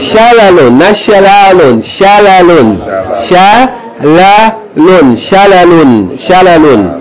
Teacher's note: Last word, short vowel, short vowel, tanween. No long vowels here.